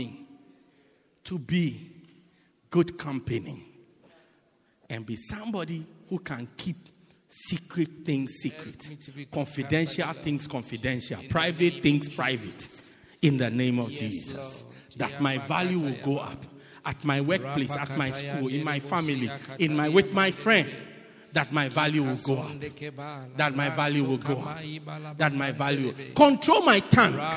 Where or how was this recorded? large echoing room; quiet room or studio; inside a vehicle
large echoing room